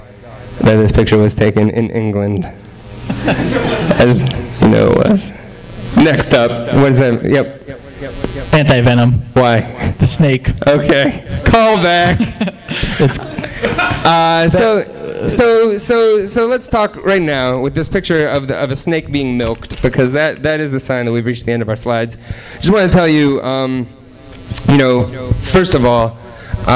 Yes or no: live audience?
yes